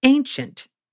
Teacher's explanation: it begins with ancient, which is a troche, stressed, unstressed.